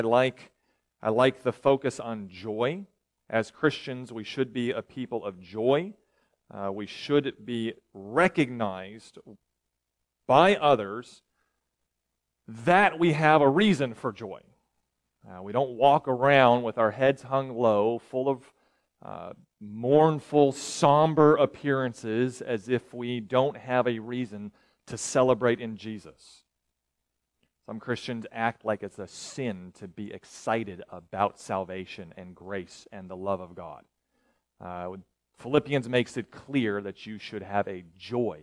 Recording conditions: large echoing room